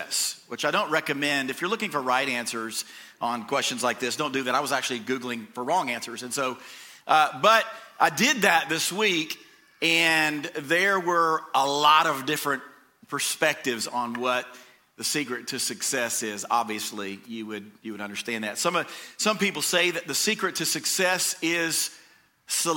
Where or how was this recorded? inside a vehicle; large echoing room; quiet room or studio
large echoing room